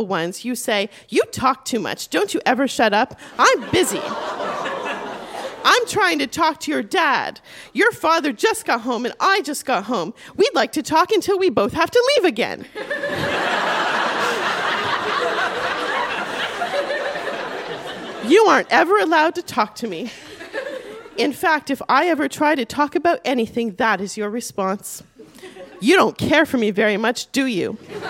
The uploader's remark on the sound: Recorded live at The Gladstone Theatre in Ottawa.